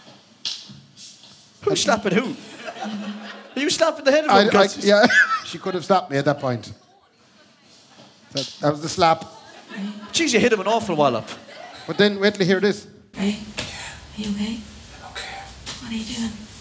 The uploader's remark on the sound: live at Andersons